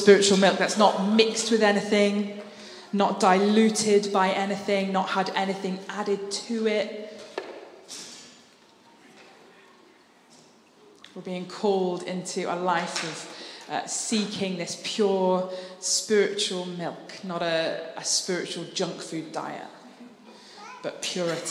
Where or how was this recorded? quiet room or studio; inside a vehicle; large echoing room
large echoing room